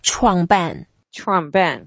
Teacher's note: Both are in fourth tones, so we go down with an emphasis.